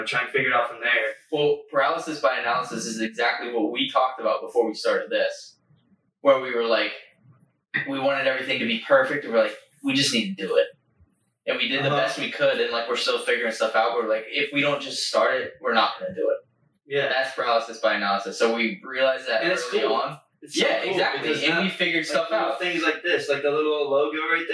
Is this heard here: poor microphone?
yes